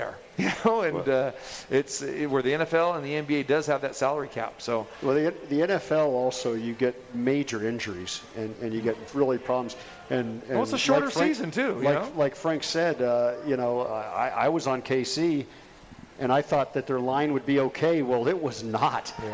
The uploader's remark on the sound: Live From The Cosmopolitan